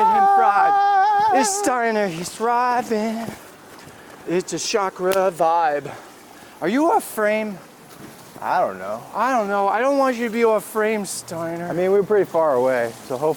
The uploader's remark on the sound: recorded this on Tour in Fredericton in front of their City Hall